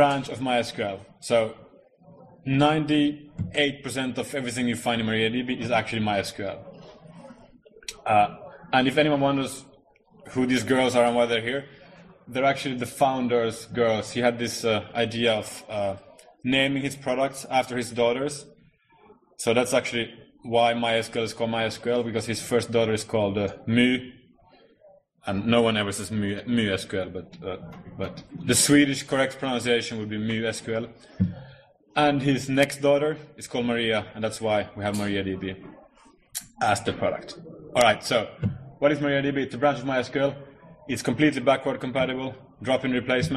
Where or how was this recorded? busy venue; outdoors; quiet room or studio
busy venue